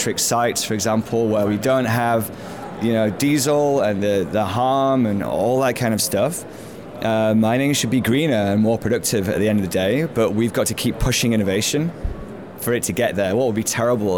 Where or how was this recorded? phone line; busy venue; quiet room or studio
busy venue